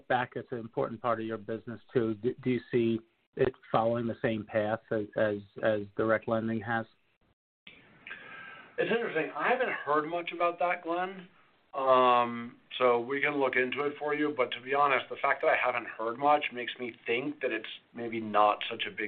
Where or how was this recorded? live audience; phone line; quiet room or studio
phone line